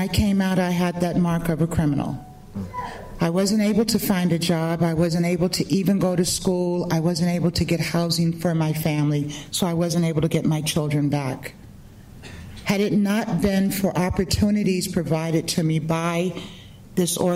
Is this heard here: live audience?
yes